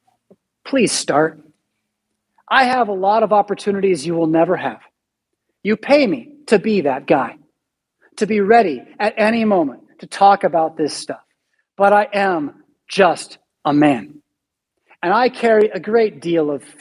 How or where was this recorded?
large echoing room